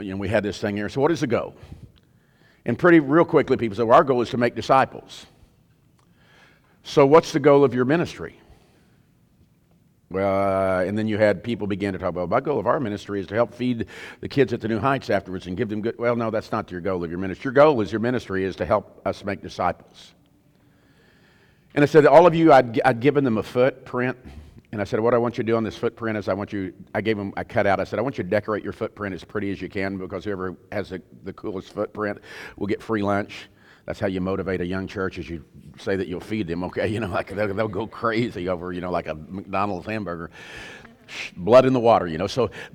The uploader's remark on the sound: This content was featured at the 2023 Campus Ministry United Workshop: Beautiful Feet. Hosted live at The Crossings Church St. Charles County in O’Fallon, MO, near St.